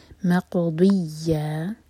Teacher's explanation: ضاد ہے یہ زبان کے سائڈ سے پڑھیں گے